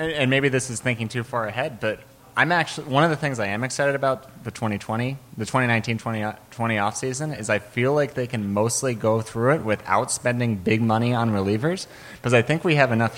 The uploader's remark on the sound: Live From Gman Tavern in Chicago!